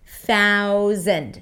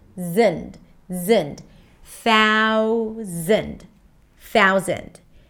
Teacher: Now that might be confusing with the Z sound in the middle. And yes, it's a Z sound, even though it's spelled with an S